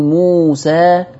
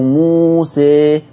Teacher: يعني شوف حتى لاحظوا معايا كده صوت الألف لما بقول موسى أو موسى، الصوت مختلف، فقلت إن حكم الألف في كلمة موسى النطق الأول هذا حكمه الفتح، لكن لما أنا نطقت الألف في موسى ابتديت أميل، حتى جاي من مسمى الإمالة، حدث إمالة وانحراف بصوت الألف · Shown in: second take